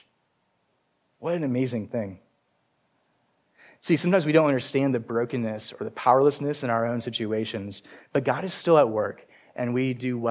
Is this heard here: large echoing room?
yes